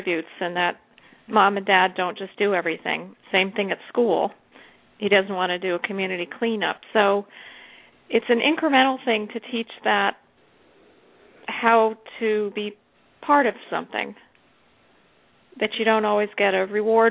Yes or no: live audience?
no